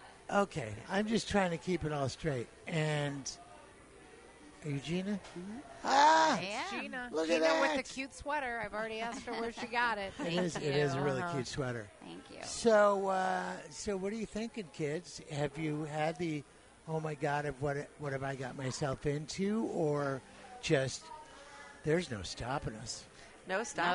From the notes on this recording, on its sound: Live From SugarFire